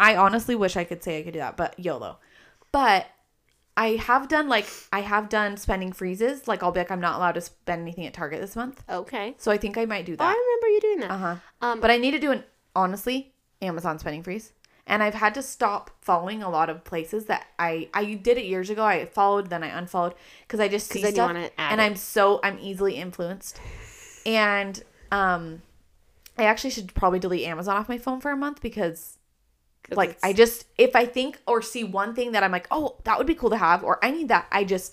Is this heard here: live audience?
no